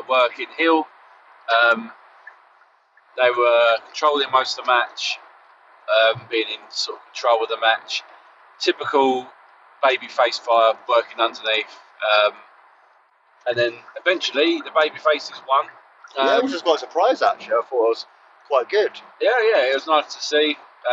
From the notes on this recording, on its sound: on our drive home as we review the show that we saw live